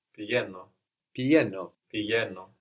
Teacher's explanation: So this Y sound is just a gamma, no? With the E sound after it being softened.